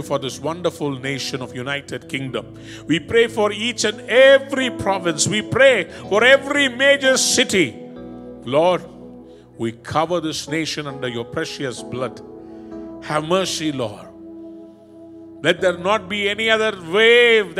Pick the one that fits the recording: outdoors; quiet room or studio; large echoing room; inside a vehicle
large echoing room